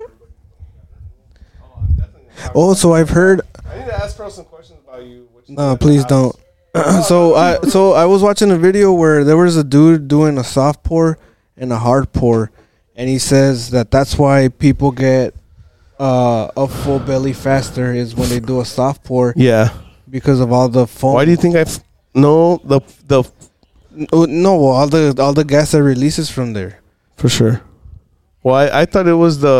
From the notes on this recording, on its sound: Recording from the King's Ink Tattoo Shop. Big shoutout to the King's Ink Tattoo Shop in Pharr, Tx for letting us record this episode there.